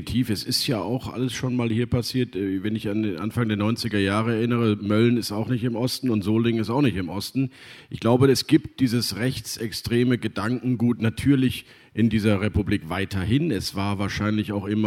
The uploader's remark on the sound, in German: Im RP-Zelt beim Campfire-Festival in Düsseldorf.